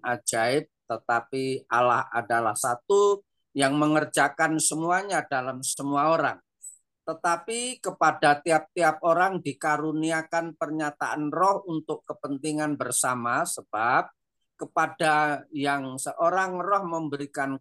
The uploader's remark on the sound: Audio Zoominar